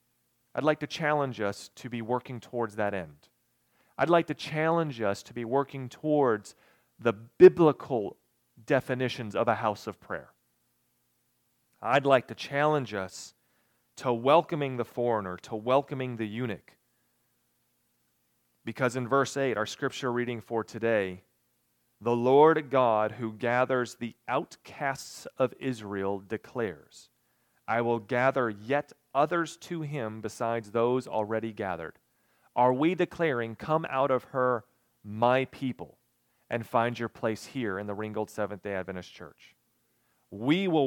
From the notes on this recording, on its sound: recorded on August 13, 2022, at Ringgold Seventh-day Adventist Church